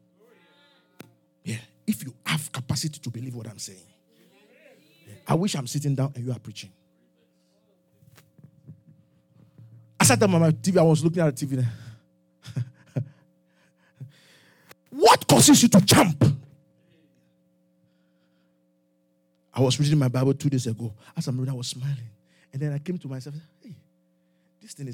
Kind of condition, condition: setting, live audience